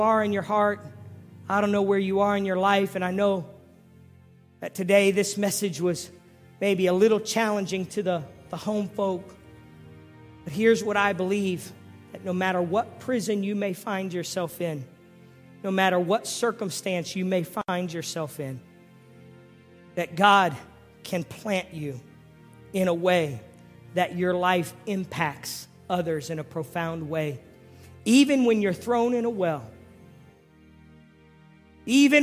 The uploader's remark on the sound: Previously recorded sermons from the Calvary Church in Cincinnati Ohio.